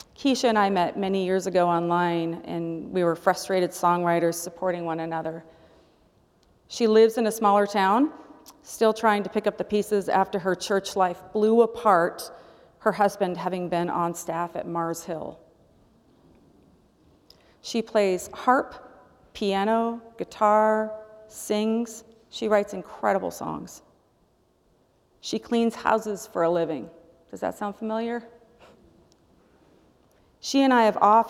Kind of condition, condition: setting, large echoing room